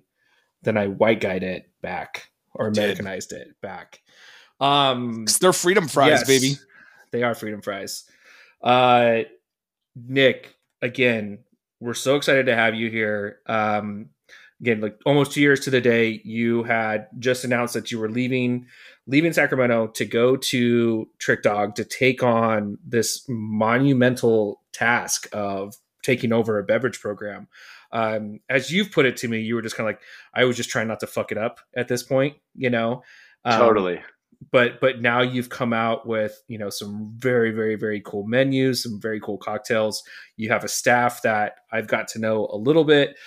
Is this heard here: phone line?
no